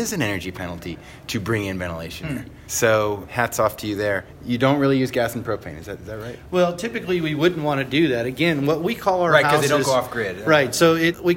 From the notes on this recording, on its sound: Live from the Texas Society of Architects 2017 Expo and Convention. Special thanks to Bautex Systems for their generous support of our live recorded episodes at the 2017 TxA Expo & Convention.